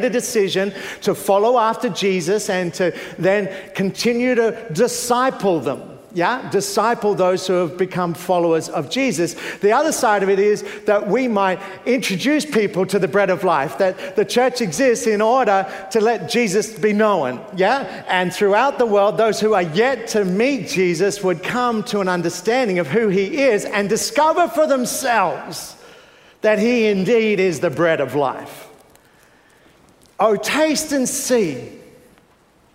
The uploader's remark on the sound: Preached 9am service